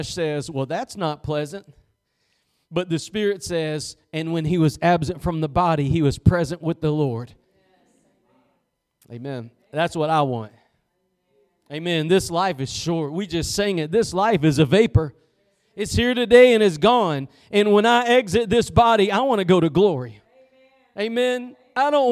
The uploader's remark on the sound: Preached at Gospel Lighthouse in Bossier City, La.